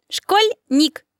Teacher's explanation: в этом слове мягкий знак делает звук «л» мягким. Действительно, мягкий знак сам звука не обозначает, но служит для обозначения мягкости согласных.